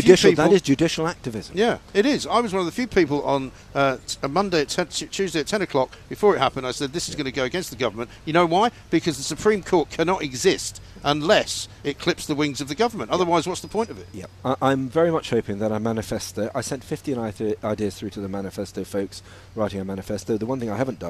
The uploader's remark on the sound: live from College Green